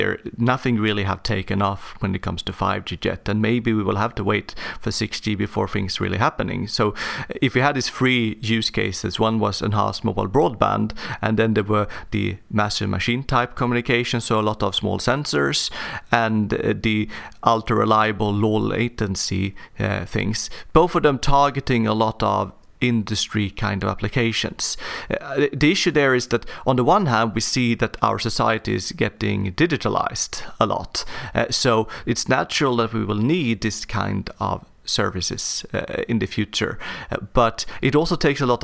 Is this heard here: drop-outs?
no